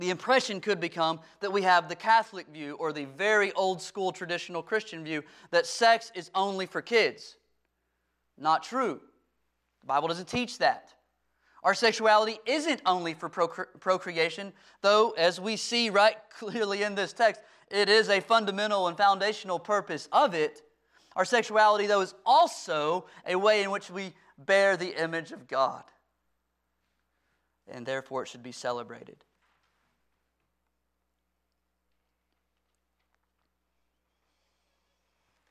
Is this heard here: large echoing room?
yes